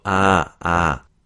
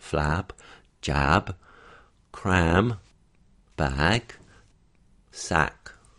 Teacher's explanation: the a sound in trap and actors is a bit more open.